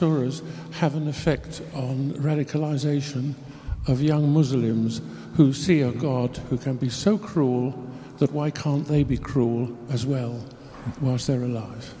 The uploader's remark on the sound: This is the question and answer session which followed the Shaykh's lecture. This is the question and answer session which followed the Shaykh's lecture.